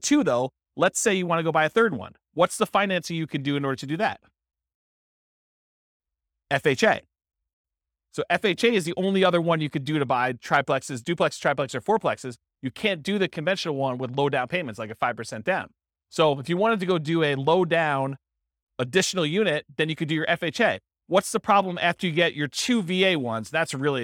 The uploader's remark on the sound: This was a live class recorded